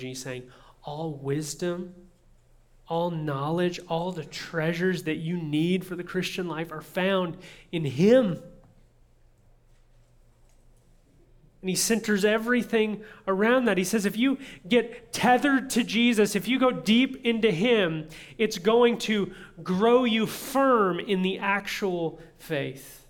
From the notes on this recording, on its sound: audio from New City Church in Champaign-Urbana, IL